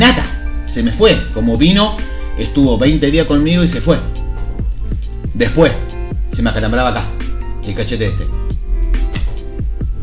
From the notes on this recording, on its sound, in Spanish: Pedimos disculpas por los inconvenientes del Audio.